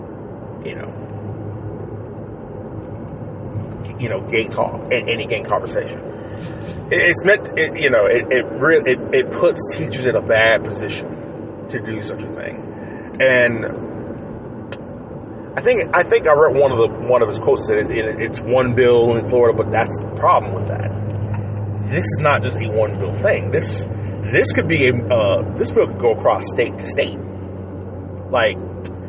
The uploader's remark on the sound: Disregard that squeaking sound, that from a steering wheel that needs to be changed